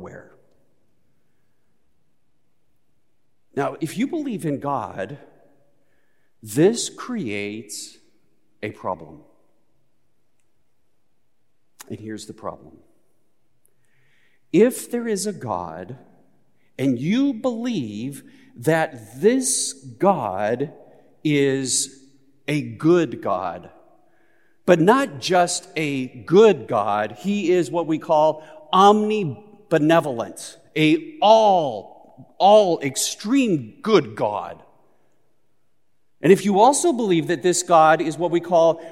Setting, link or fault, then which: setting, large echoing room